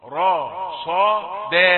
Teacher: انتبه إلى أن الراء مفخمة والصاد مفخمة، ومع ذلك ستأتي بالدال مرققة